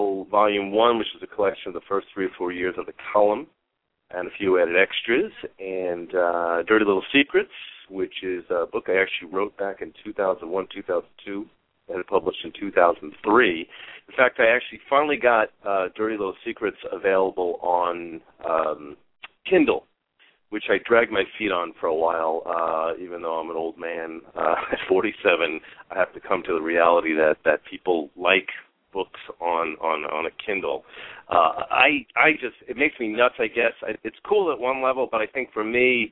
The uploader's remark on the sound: Callers may call in 20 minutes into the live show with questions or comments. We will also open the phone lines earlier for questions and comments.